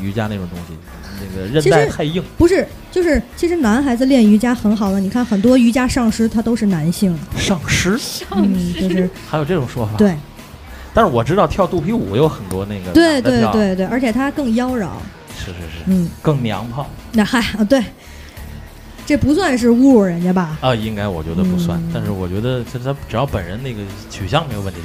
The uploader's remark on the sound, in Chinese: 时差FM接到知名中文播客“夜未眠电台”的邀请，在天津唐座酒吧第一次尝试现场直播的Live Show。